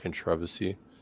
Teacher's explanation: you're putting emphasis on the second syllable, right?